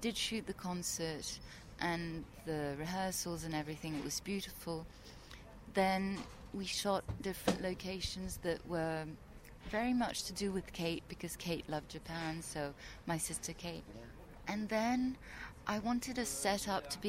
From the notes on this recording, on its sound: in Cannes to bring listeners the sounds of the world's most glamorous and influential film festival